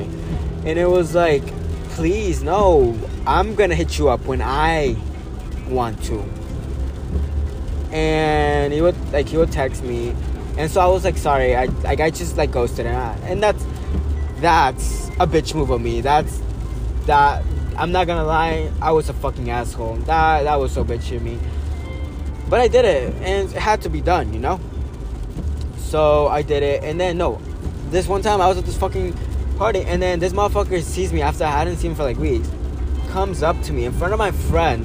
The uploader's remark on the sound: Sorry for the background noice and the constant waze mf telling me directions…